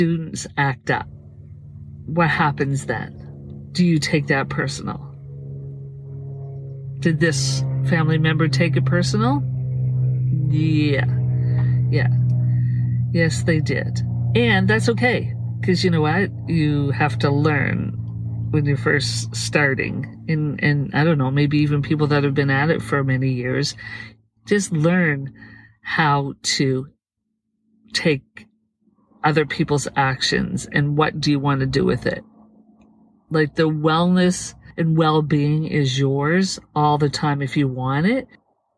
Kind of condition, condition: setting, inside a vehicle